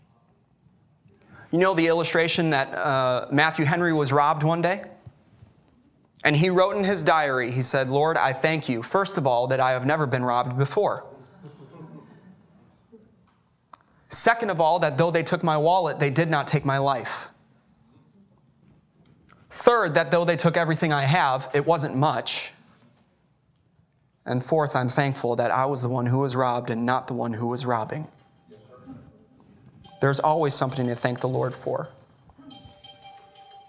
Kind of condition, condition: setting, large echoing room